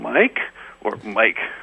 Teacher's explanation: how come with rising intonation versus falling intonation?